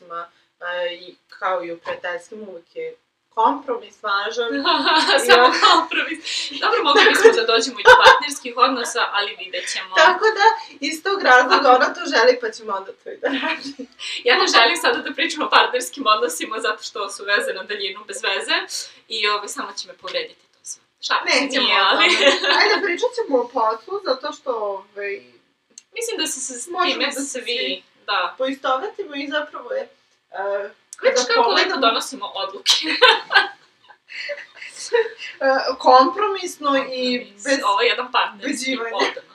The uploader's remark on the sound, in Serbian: U #PodcastingFail ide to kako smo u ovoj epizodi snimile zvuk. S obzirom na to da se aktivno borimo protiv perfekcionizma, odlučile smo da ipak okačimo epizodu, a vi pojačajte zvuk.